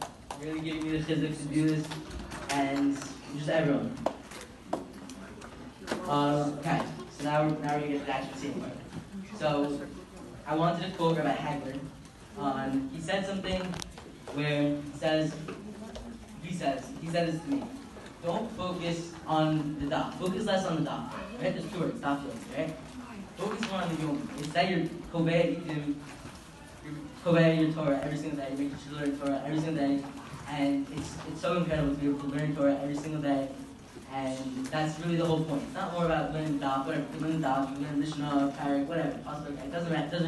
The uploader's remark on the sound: Live from Yeshivat Noam! In my school Yeshivat Noam at the Daf Yomi club during lunch where around 100 Talmidim attended.